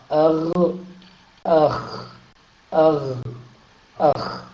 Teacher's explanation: أدنى الحلق، ويخرج منه حرفان وهما الغين والخاء